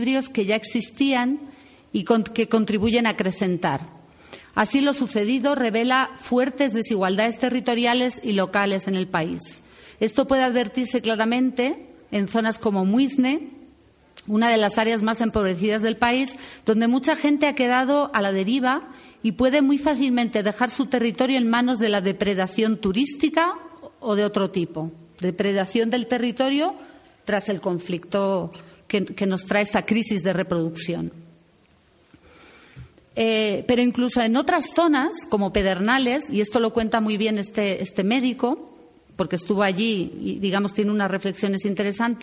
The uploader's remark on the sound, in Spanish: Entre el público estaba la delegación de la sede de la fundación en Berlín. Al igual que agradecemos a todas las personas presentes en la sala por las preguntas interesantes y una rica discusión y también a quienes siguieron el debate desde sus casas (escuchando la transmisión en vivo que realizó ALER).